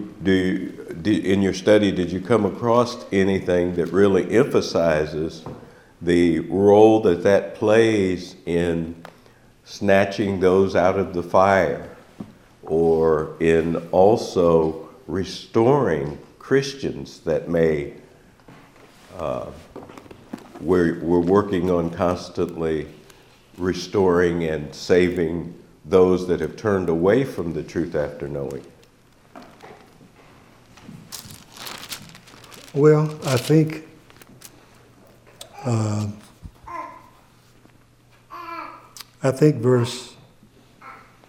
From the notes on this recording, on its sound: takes unexpected questions from the audience.